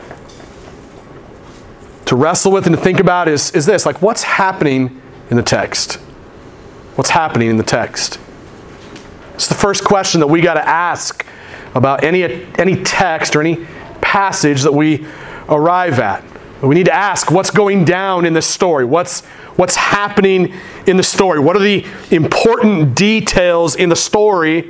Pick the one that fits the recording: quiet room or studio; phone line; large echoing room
large echoing room